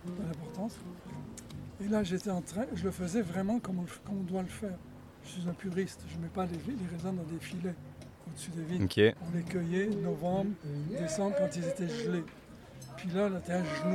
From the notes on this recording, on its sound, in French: Au Pop Up des Fermes et Restos. Les épisodes ont été enregistrés en direct pour vous faire revivre cette belle journée.